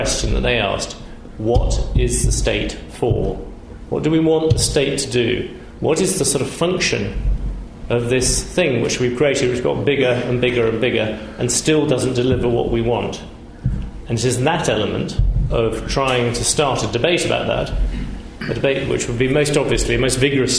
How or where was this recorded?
large echoing room